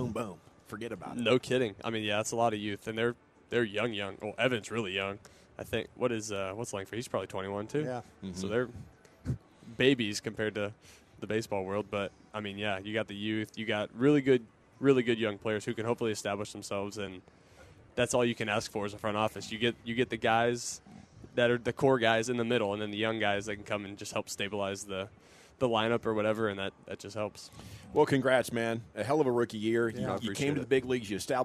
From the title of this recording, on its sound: live from Rangers Fan Fest